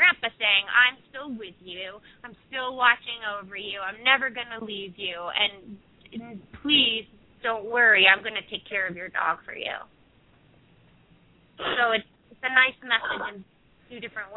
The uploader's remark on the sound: open up the lines for listeners to call